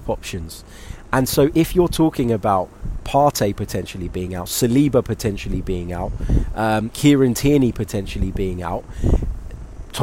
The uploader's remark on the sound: Sorry for the wind!